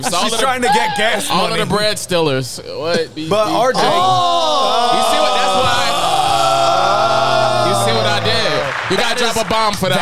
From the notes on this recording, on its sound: LIVE FROM PUMA's flagship store in Times Square